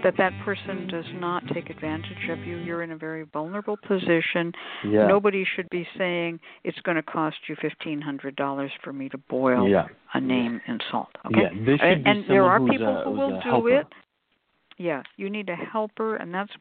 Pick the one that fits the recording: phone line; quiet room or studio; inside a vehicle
phone line